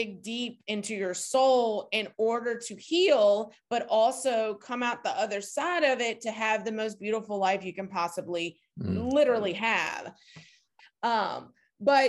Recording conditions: video call